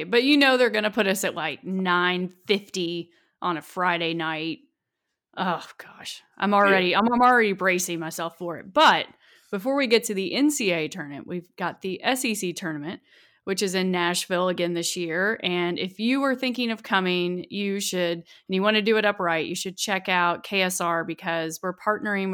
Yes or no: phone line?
no